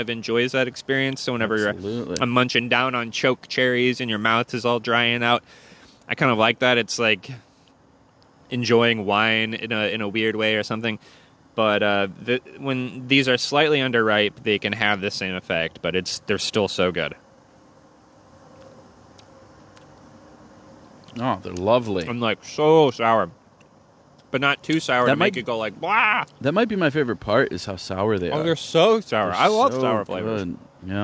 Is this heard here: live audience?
no